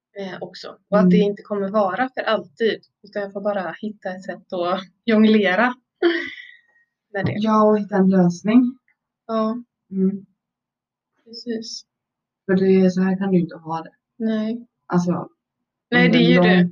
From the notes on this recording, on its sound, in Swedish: Ljudet är inte på vår sida helt enkelt.